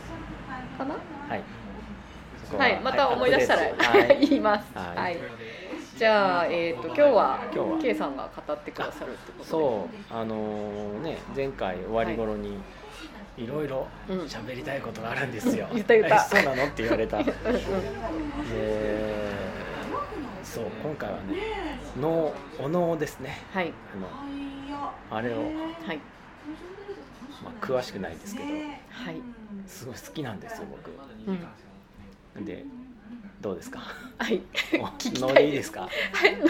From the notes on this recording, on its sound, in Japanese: 東京都台東区・カヤバ珈琲での収録です。天気は晴れ。背景に人の声がありますが、それも味わいとしてお聴きいただければ。